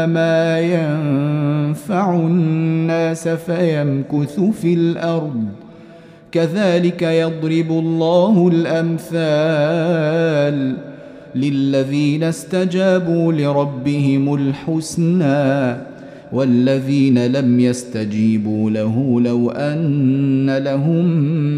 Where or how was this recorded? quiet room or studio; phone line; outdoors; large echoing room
large echoing room